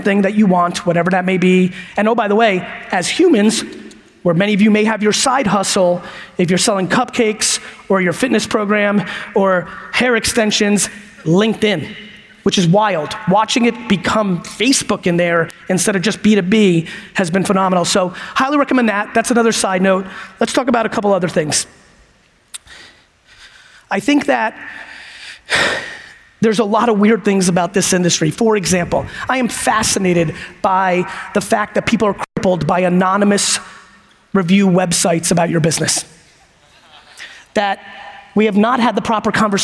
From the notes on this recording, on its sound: from the LinkedIn Talent Connect Keynote I gave in Dallas